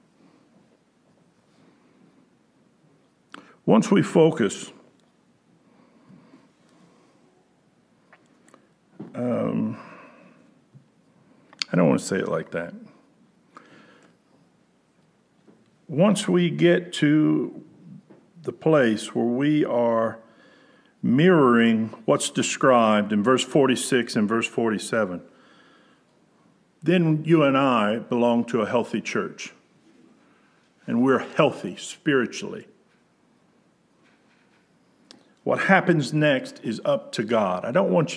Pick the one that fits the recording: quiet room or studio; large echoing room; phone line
large echoing room